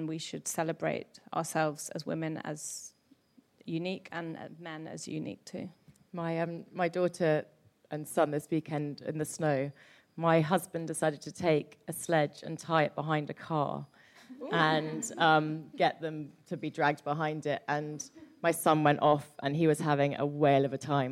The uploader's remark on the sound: Recorded live at Penguin’s pop-up book shop in East London.